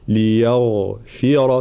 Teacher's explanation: الغين مفخمة ورخوة ومجهورة